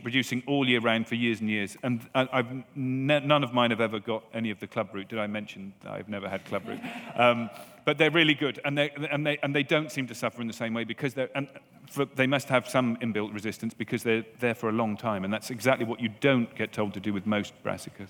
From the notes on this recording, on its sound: This week we're at the RHS Flower Show Tatton Park in Cheshire, revelling in this floral extravaganza in the glorious Cheshire countryside.